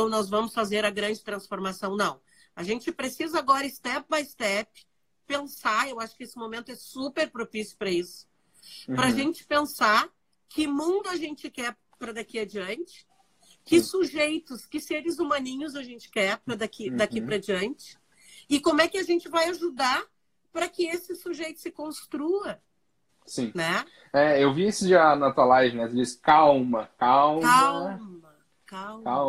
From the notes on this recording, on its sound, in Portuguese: em uma live no instagram